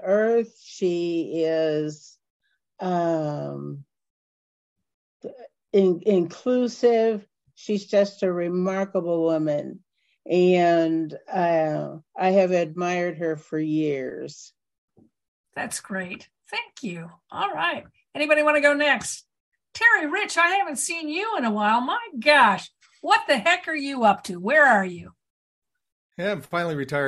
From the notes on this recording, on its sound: I invited those on our Zoom call session - a regular weekly feature of this column - to participate in an ‘open mic’ show, meaning we did not have a guest to interview. Our Monday Zoom participants are from across the state.